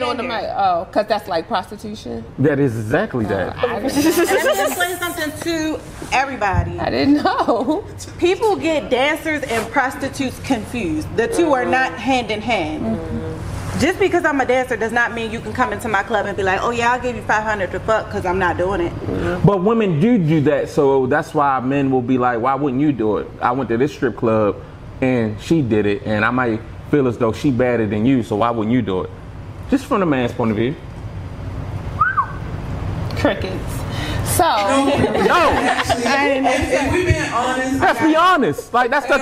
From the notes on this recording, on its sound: We back live from THE-O Oasis strip club in Baltimore, MD.